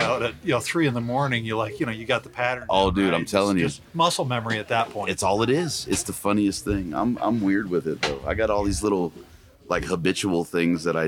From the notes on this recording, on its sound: Live from Mountain Archery Fest